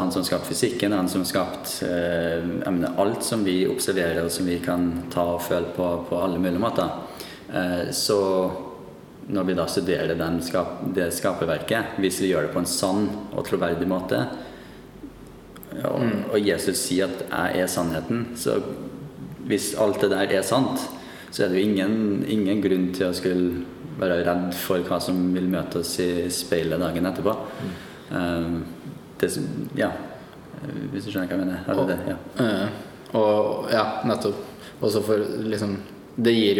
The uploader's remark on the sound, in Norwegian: På en konferanse for kristne akademikere i Barcelona. Beklager noe lavere lydkvalitet i et offentlig lokale.